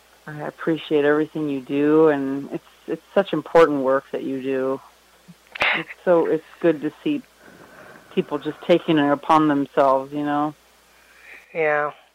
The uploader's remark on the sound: Part I is a partial interview that I conducted as host of my K57 Radio talk show. Part II of this podcast is a catch-up telephone interview.